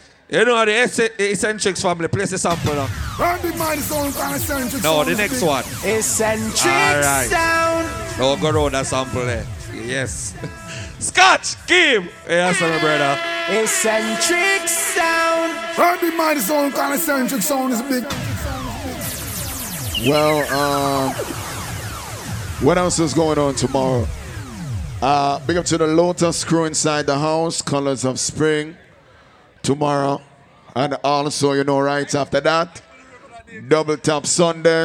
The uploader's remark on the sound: Pon Di Endz Miami 4/20/19 (LIVE AUDIO)